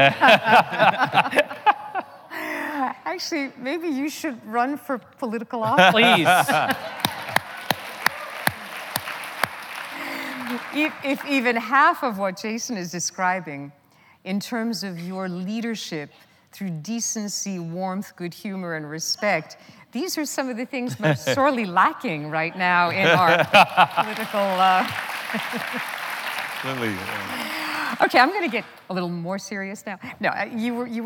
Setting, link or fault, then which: setting, live audience